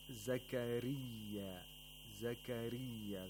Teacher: The راء of زكريا has a كسرة. Therefore, it should be pronounced with ترقيق، with thinness.